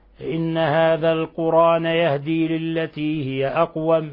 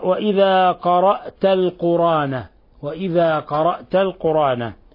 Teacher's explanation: ابن كثير يكاد يكون انفرد بلفظ القرآن حيثما ورد في قراءته يقرأه القرآن يحذف الهمزة